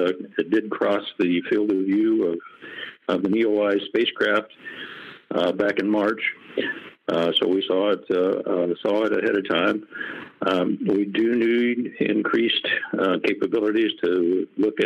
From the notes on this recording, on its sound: The second part of the podcast is a media teleconference where the media get to ask the experts their questions